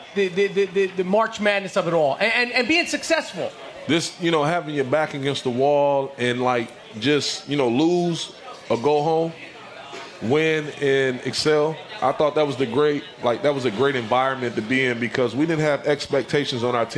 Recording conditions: live audience